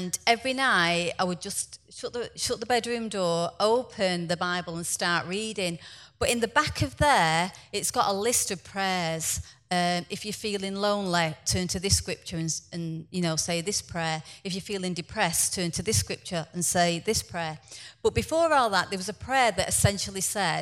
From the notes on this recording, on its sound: Filmed live at one of our Foundational Training conferences.